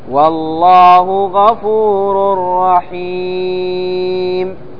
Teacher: والله غفور رحيم، مع أنها رحيم لكن لما وقفت عليها سكنت الميم ولم أنطق بالنون